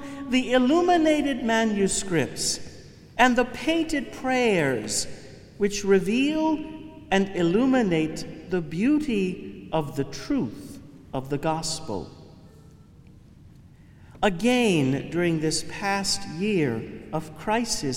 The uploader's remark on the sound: Homily from the Chrism Mass 2019. Cathedral of St.